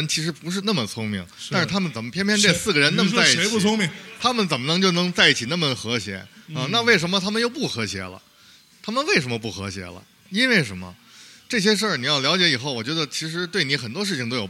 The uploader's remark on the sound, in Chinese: 大内夜现场。九霄俱乐部现场录制的。